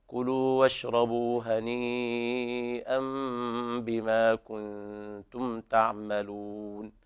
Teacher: فالواو نضم الشفتين ضمة كاملة